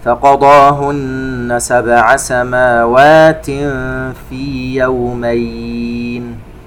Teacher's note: نون مشددة تغني مقدار حركتين